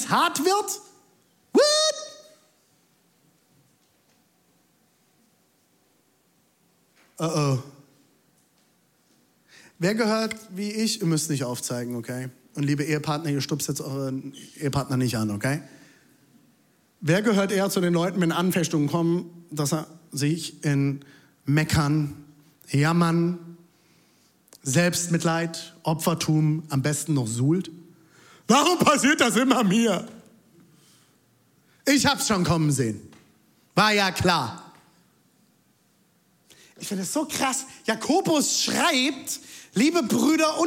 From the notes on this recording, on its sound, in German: Audiomitschnitt der Predigt